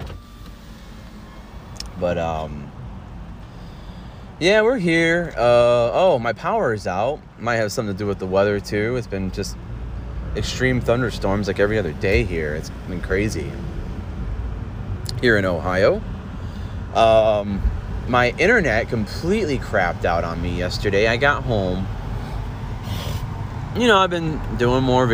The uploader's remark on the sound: Driving while talking episode.